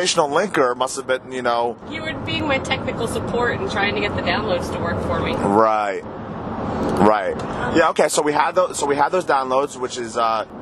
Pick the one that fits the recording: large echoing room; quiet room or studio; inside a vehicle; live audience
inside a vehicle